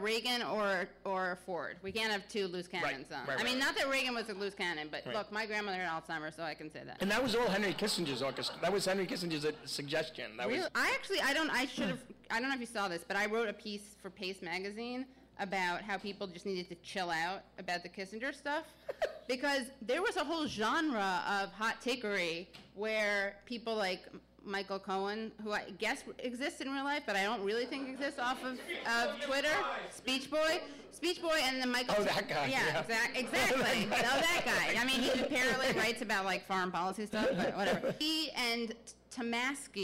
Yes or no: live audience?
yes